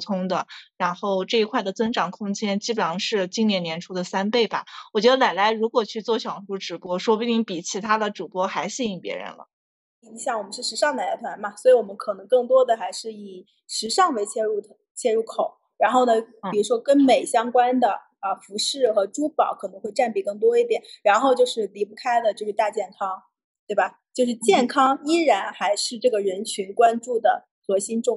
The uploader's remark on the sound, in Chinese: 本期为视频号直播音频，音质会相对差一点哦。